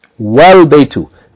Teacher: the alif of the alif lam, which is hamzatul wasl, its vowel is not going to be pronounced, but rather it's going to just be a connector, wasl.